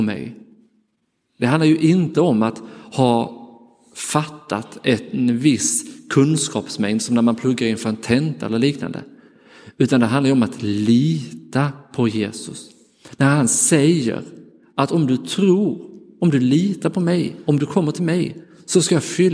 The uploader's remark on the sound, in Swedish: Inspelad i Roseniuskyrkan den 28 maj 2023.